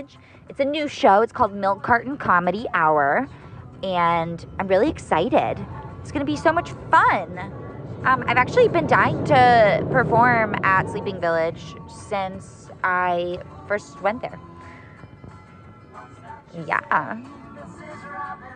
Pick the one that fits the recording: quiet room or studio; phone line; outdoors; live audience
outdoors